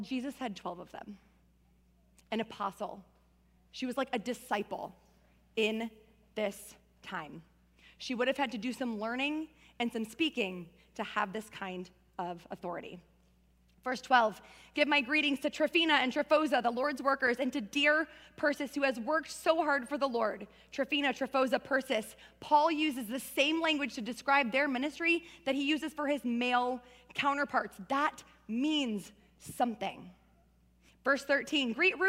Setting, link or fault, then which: setting, large echoing room